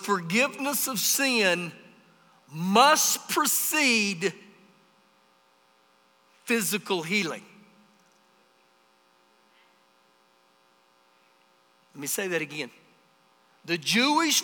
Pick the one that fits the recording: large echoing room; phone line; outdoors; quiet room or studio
large echoing room